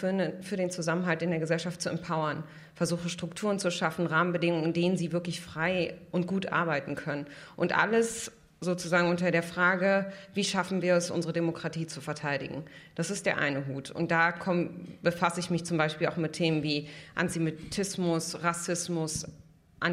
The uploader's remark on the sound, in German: Das Gespräch wurde im Rahmen des radioeins und Freitag Salon am 20. Mai 2019 in der Berliner Volksbühne aufgezeichnet.